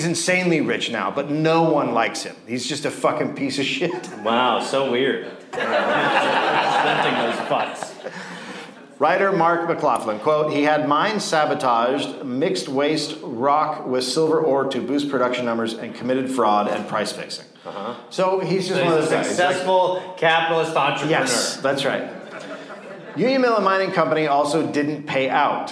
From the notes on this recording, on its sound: Recorded live in Las Vegas